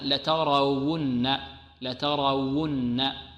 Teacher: ونغن النون المشددة أو نظهر الغنة فيها